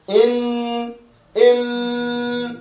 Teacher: إم إن بعد طبعا قفل تام، قفل تام لموضع خروج الميم والنون. بالنسبة للميم الشفتان، وللنون اللسان ينطبق على السقف الأعلى، ينطبق تماما، ينتج هذا الصوت إن إم مع حبس تام.